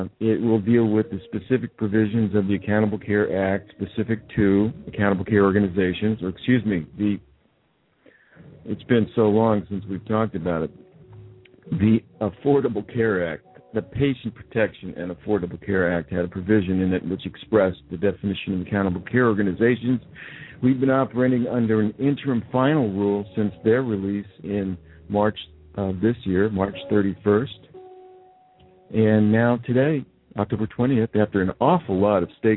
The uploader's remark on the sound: This is a rebroadcast of the live feed from Thursday, October 20th 2011 conference call.